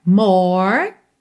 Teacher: Acaba o som no R enrolado, tá? Não tem E, não tem o som do E aí nessa palavra.